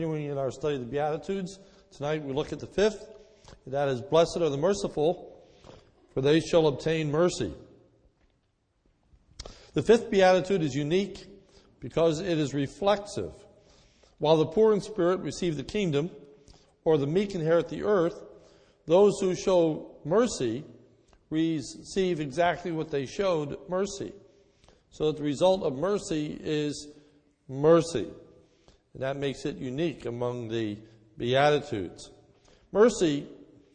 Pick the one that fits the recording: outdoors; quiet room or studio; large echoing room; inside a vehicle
large echoing room